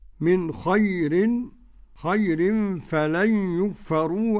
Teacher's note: من خير فلن يكفروه عدم الغنة لخلف عن حمزة